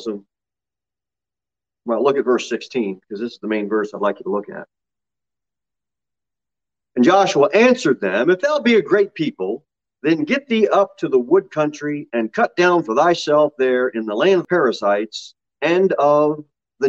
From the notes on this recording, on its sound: Sermon delivered at Pilgrim Baptist Church.